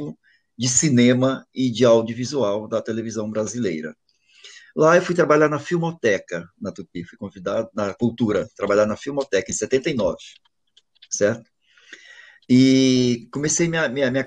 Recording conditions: video call